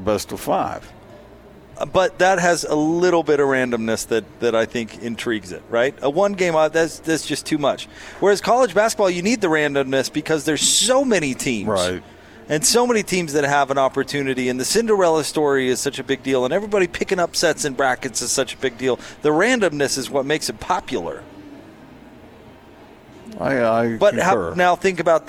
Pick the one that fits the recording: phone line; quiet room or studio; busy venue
busy venue